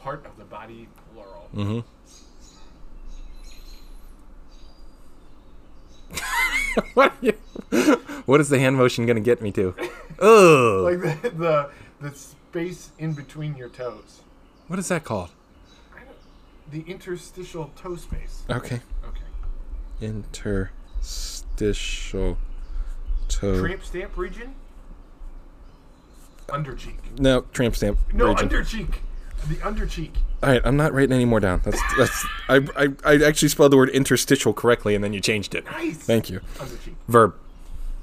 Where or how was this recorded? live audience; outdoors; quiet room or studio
outdoors